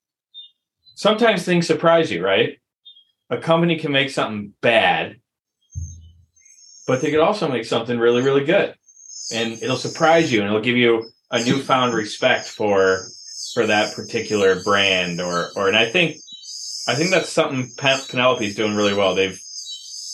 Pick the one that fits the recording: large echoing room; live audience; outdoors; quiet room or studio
outdoors